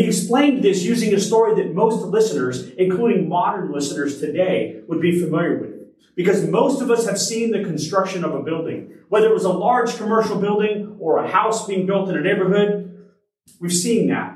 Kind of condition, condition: setting, large echoing room